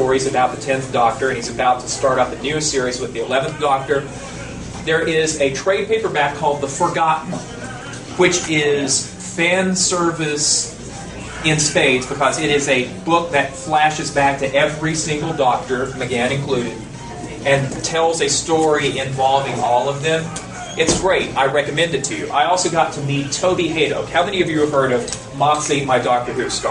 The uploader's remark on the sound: Invited me to speak at their third annual banquet last Saturday. Kindly recorded it on his Flip camera.